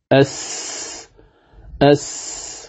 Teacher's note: حرف السين من طرف اللسان مع ما بين الثنايا العليا قريبة إلى السفلى مع انفراج قليل بينهما